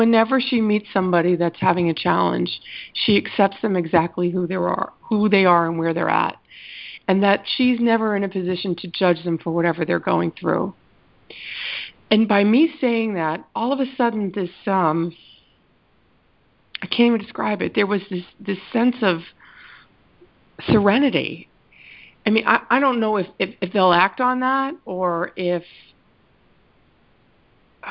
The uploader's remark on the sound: ACIM Daily TEXT Conference Call